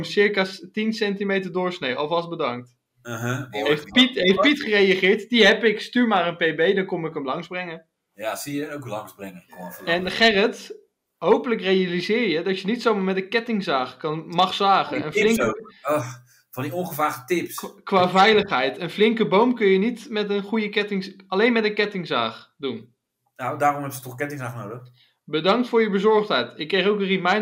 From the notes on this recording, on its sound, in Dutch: De geluidsinstellingen waren niet zoals ze hadden moeten zijn.